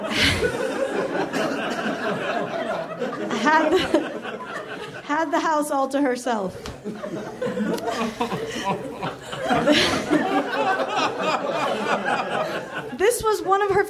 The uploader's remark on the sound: Recorded at the Nerdmelt Theater, July 15, 2013.